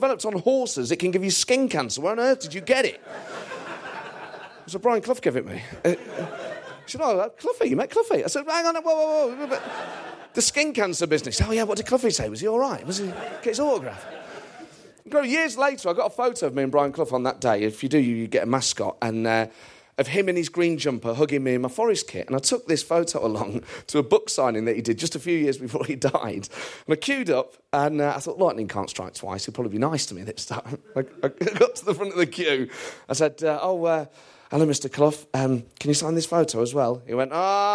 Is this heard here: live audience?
yes